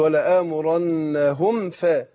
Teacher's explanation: يبقى اظهرت الميم عند الفاء · Term: اظهار